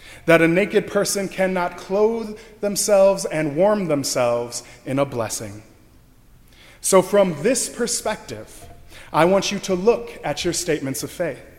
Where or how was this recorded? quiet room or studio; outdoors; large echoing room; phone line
large echoing room